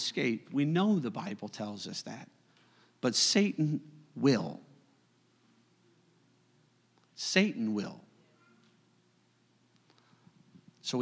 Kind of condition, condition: setting, large echoing room